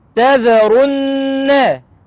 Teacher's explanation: نون شدة وفتحة بغنى حركتين